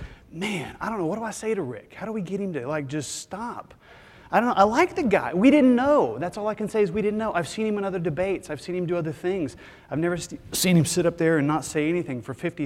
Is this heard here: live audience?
yes